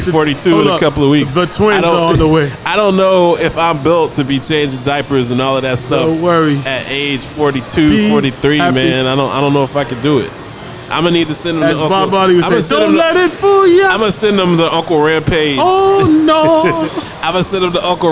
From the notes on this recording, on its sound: Live from Dave & Busters